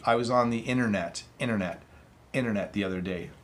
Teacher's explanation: So I'm slightly hitting the T.